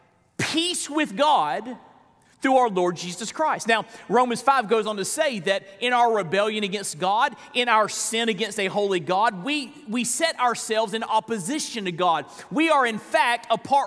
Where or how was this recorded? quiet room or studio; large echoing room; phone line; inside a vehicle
large echoing room